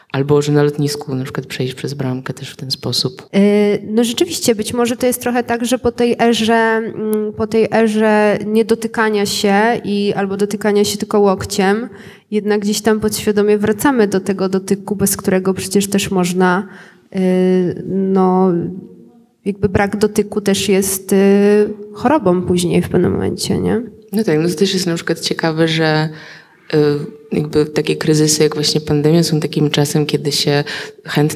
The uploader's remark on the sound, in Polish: Nagranie: Pałac Potockich w Krakowie podczas (po)wolnej soboty organizowanej przez spółkę Kraków5020. Nagranie: Pałac Potockich w Krakowie podczas (po)wolnej soboty organizowanej przez spółkę Kraków5020.